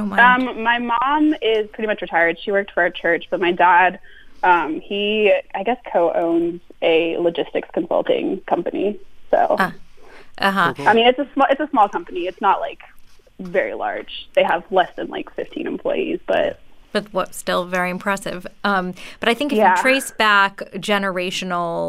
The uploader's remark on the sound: Listeners call in.